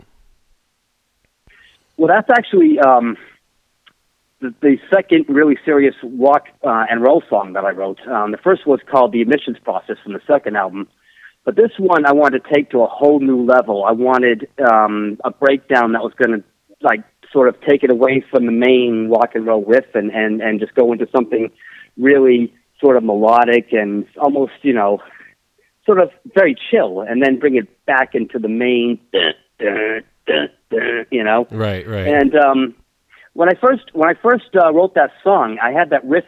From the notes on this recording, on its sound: We had a phone call chat